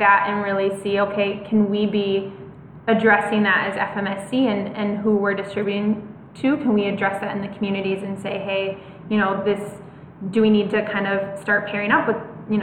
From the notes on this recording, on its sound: LIVE from the One Accord Forum in Ridgecrest, NC.